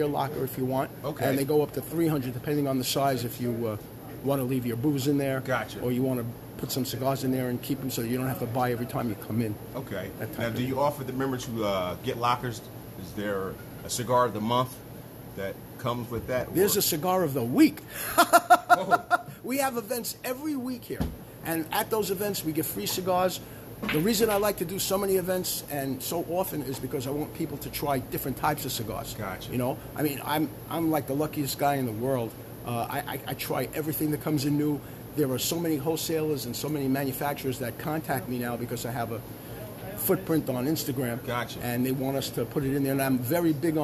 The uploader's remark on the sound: This episode I record live from the Lit Cigar Lounge located. In Swedesboro, NJ at 617, Auburn Ave.